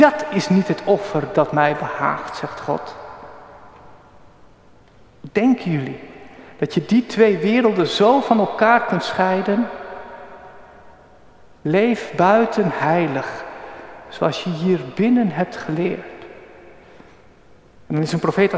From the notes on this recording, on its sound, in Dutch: Opgenomen op 16 juli 2023 in de Noorderkerk te Amsterdam.